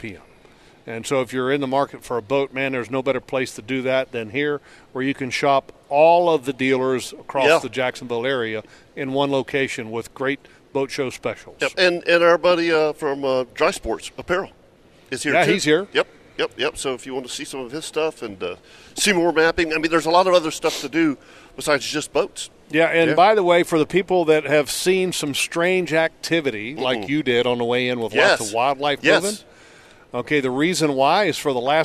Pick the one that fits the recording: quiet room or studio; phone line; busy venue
busy venue